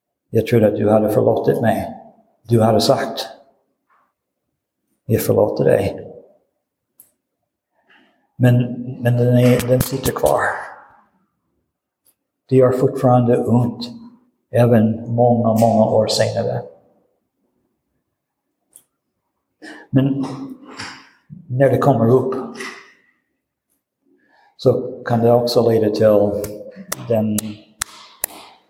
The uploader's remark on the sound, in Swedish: Inspelad i Roseniuskyrkan den 19 februari 2023.